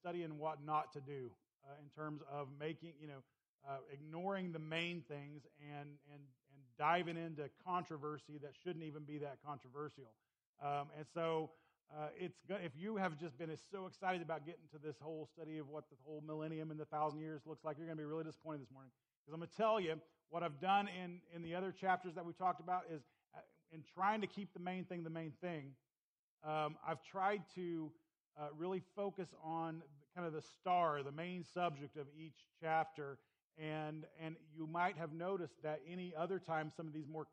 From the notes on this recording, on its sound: Please excuse the low volume of this recording.